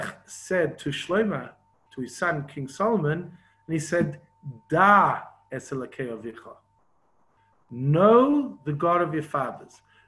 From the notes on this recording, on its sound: Zoom Class 5/10/20.